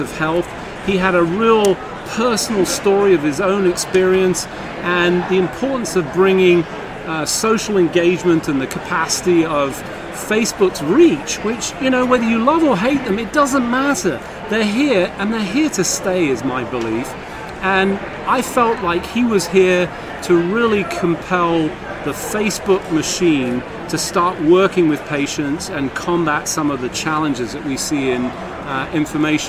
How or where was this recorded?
busy venue